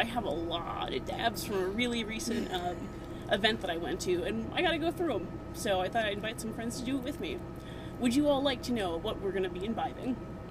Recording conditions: background noise